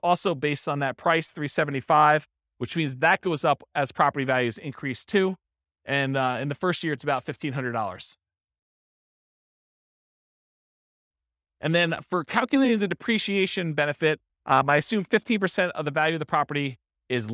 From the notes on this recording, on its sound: This was a live class recorded